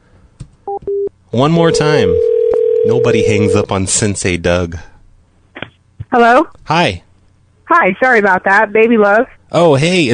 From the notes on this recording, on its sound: Prank Phone Calls